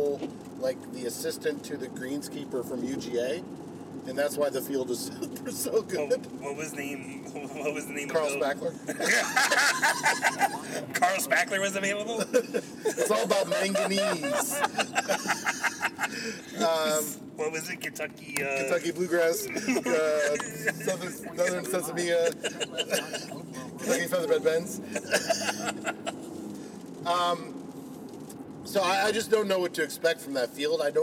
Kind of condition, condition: setting, inside a vehicle